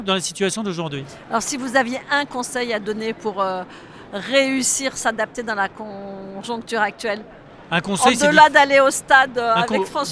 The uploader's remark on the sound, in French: Cet épisode a été enregistré en live du RENT.